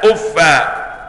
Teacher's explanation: بفتح الفاء من غير تنوين تخفيفا